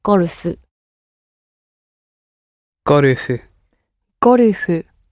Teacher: the word for golf in Japanese is taken directly from English, but adding vowel sounds where we have the sort of harder sounds altogether. So the word for golf becomes ゴルフ.